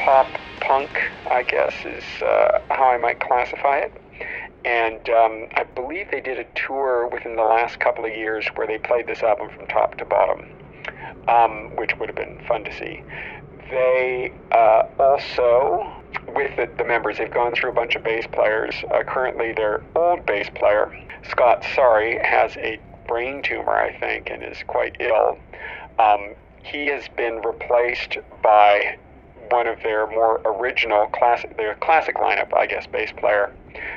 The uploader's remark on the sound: Originally recorded while driving. The audio has been magically enhanced and restored using bat spit and some ginkgo biloba.